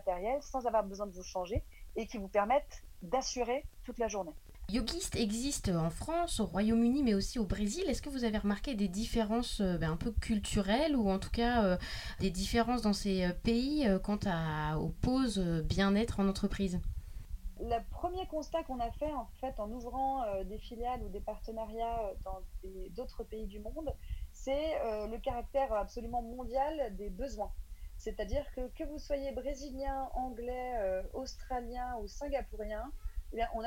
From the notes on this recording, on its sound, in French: Enregistré à distance (confinement oblige).